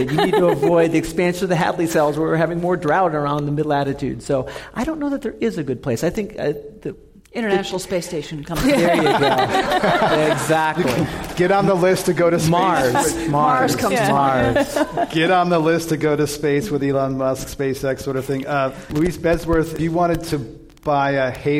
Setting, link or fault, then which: setting, live audience